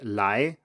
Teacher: So if you say something like lie, as in to come, if you look at the graph of something like that, there is a little dip in the beginning and then it goes up · Term: second tone